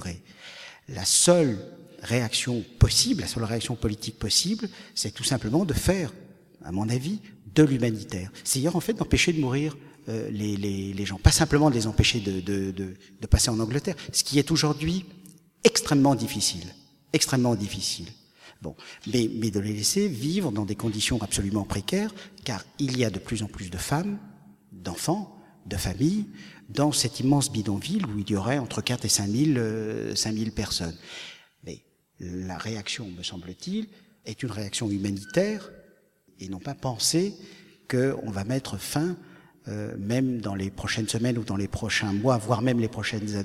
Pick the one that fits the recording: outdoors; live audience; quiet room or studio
live audience